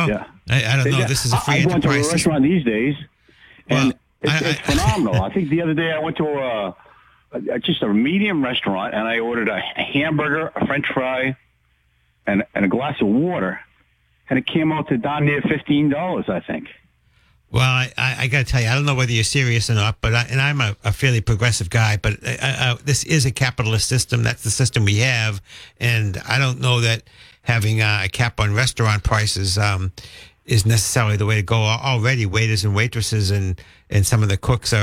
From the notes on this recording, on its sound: takes calls from the audience